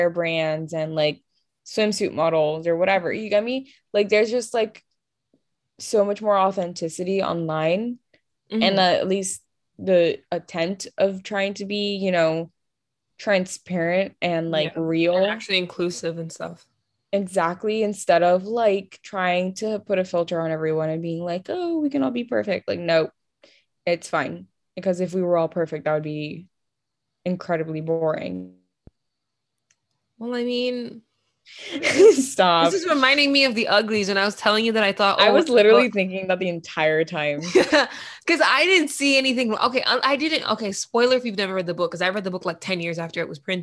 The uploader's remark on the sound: This was a virtual call between. Please excuse the quality of the audio!